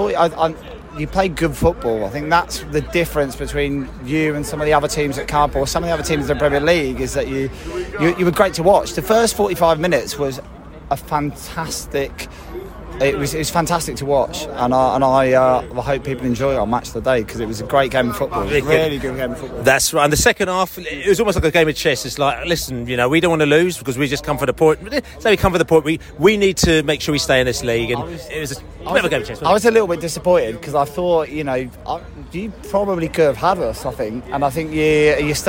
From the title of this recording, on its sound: post-match podcast from the stands